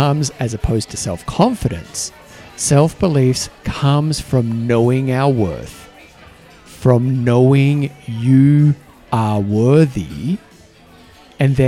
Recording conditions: busy venue